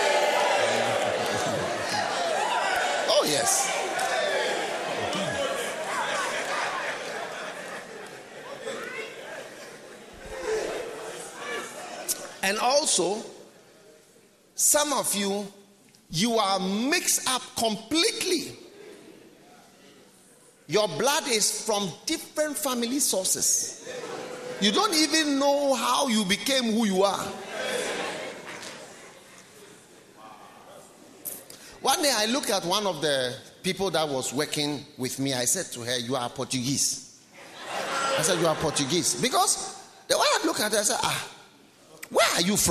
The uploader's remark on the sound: Preached at the Nerelugu Pastors‘ Conference